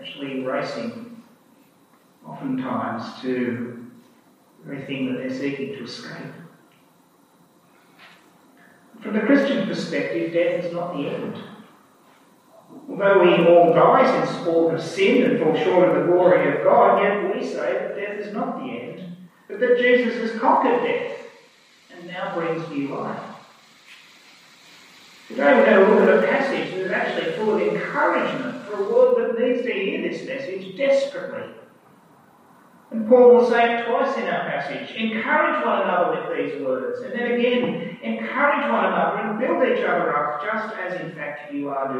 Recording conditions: poor sound quality